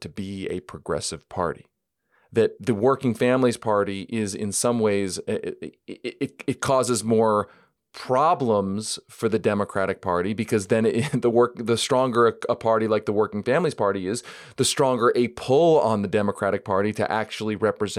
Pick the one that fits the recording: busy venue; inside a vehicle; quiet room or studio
quiet room or studio